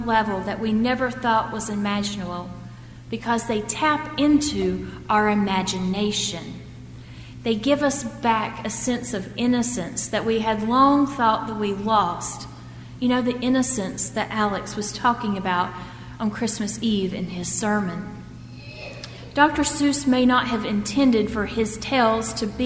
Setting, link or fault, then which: setting, large echoing room